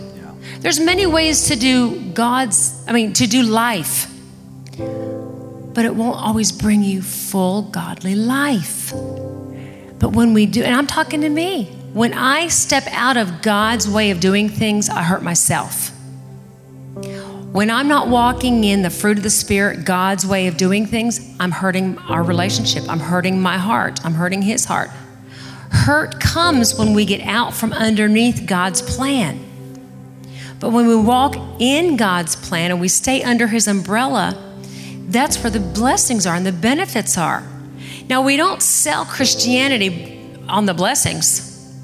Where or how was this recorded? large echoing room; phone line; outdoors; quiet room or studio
large echoing room